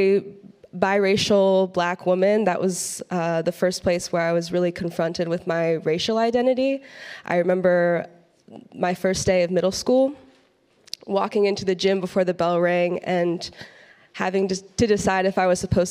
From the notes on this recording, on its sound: Addresses the crowd at Churchtown Dairy at the Saving Real Organic Conference.